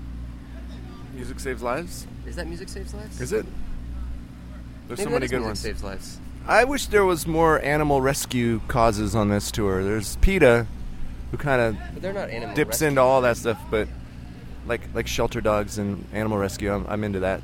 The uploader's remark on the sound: Petersburg, Florida–Warped Tour 2016. During their stop with the Warped Tour in St.